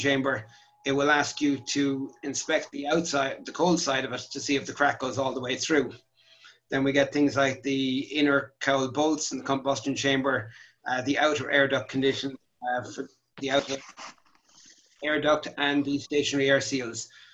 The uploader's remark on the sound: APTN Zoom Call # 7. 7th APTN Aircraft Lessor Zoom Call.